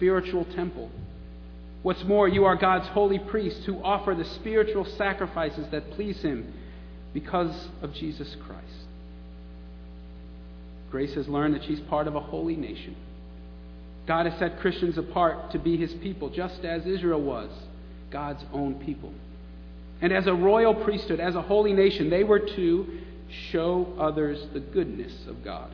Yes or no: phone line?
no